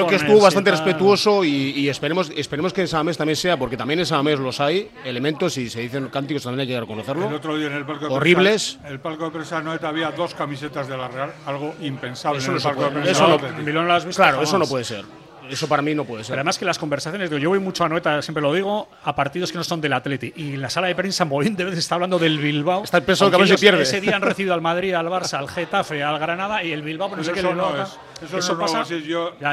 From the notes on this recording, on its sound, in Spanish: Hoy montamos una mesa redonda de periodistas (muy movida) en el Ein Prosit